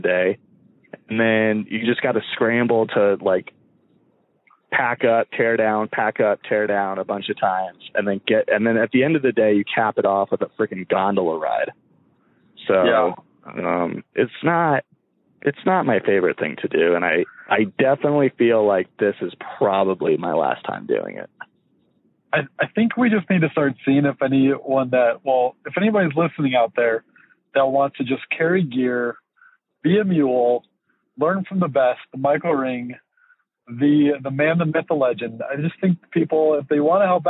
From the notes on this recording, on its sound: link up via phone